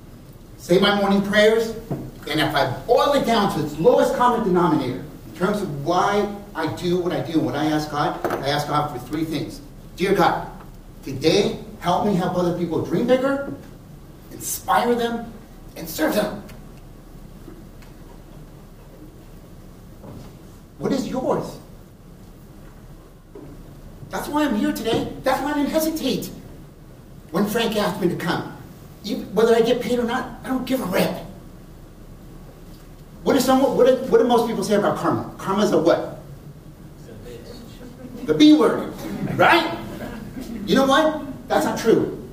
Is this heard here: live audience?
yes